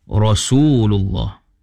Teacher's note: Dia kena baca ra tebalkan ra.